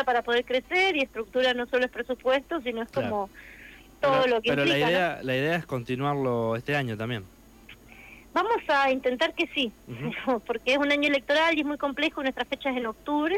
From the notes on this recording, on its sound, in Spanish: En comunicación telefónica con CTNR.